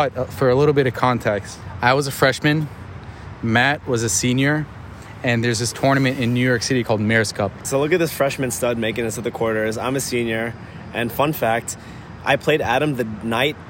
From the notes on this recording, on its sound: Recording at the US Open Grandstand stadium, it's a special one.